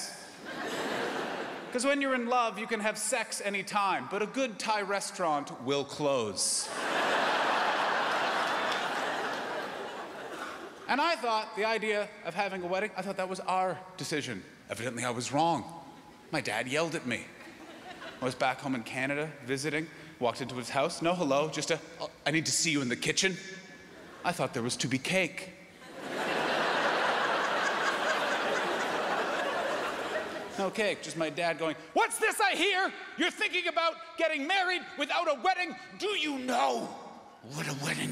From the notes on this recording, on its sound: 2019 Melbourne International Comedy Festival Gala. Recorded on Wednesday 20 March at The Palais Theatre.